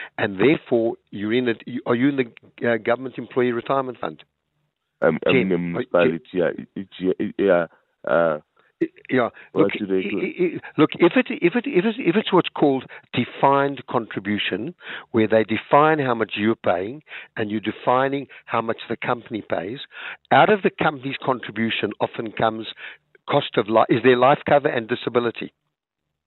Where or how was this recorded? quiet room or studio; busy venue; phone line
phone line